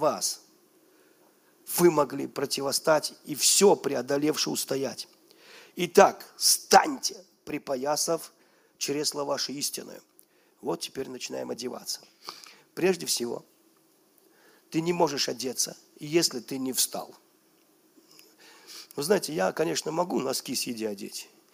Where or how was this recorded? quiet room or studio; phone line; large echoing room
large echoing room